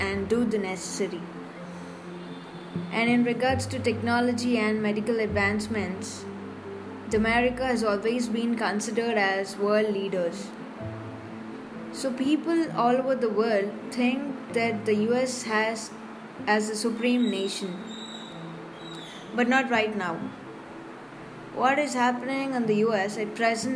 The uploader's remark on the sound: please ignore the sounds in the background.